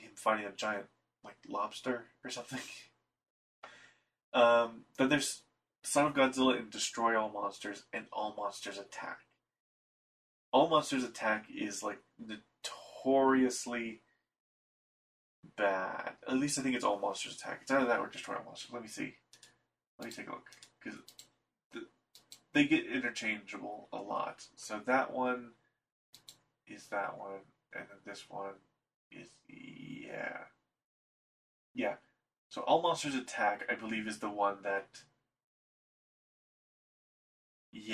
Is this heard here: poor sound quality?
yes